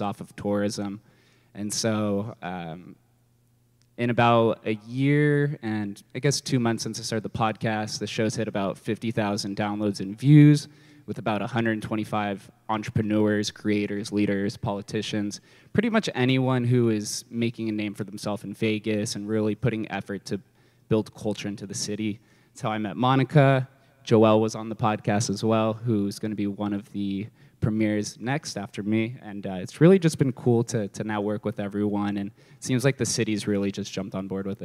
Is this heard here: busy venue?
yes